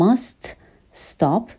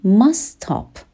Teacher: برای مثال توی دو تا فعل must stop ما اس رو داریم، حرف یکی مونده به آخره must که یک حرف بی صدا یا کانسوننت هستش و بعد از اون تی رو داریم. کلمه بعدی باز هم با یک حرف بی صدا شروع شده، با اس شروع شده، پس ما تی رو میتونیم کلن بهش کاری نداشته باشیم و تلفظش نکنیم · Shown in: second take · به جای اینکه بگیم must stop بگیم must stop به این صورت.